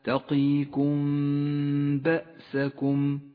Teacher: الإخفاء الشفوي في قوله تعالى: تقيكم بأسكم، تخفى الميم الساكنة بحرف الباء وتغن بمقدار حركتين